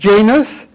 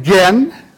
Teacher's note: We have a voiced velar stop.